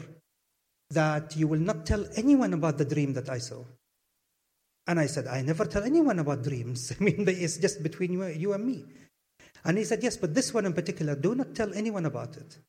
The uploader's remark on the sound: Blethered Live at SWG3 in Glasgow